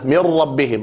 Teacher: قلبنا النون إلى راء ثم أدغمنا الراء في الراء بدون غنة · Term: الإدغام الكامل